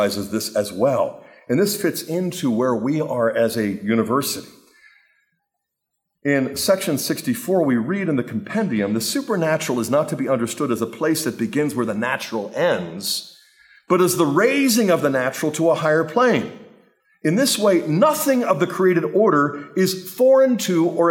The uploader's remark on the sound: talk was part of the Fidelity and Freedom Conference at Franciscan University of Steubenville